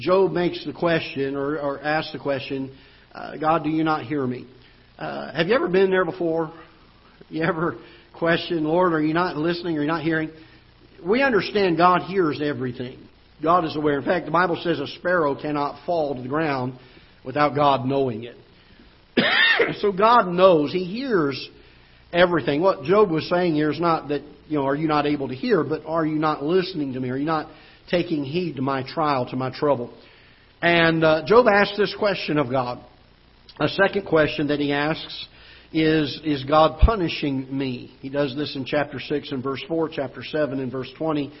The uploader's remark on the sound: Ketha Heights Baptist Church ~ Live Broadcast